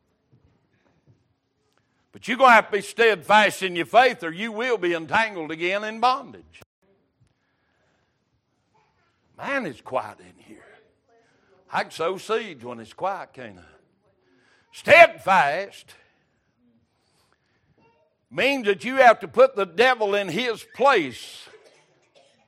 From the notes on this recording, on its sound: Wednesday Evening Service.